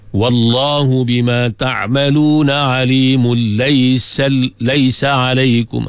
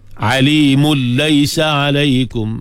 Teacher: Ada idgham di situ, tanwin bertemu dengan lam.